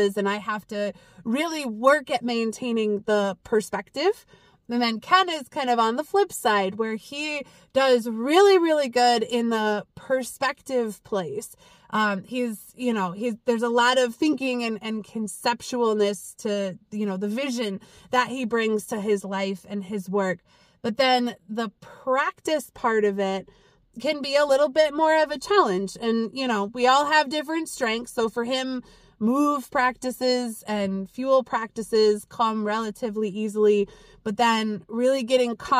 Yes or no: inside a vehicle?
yes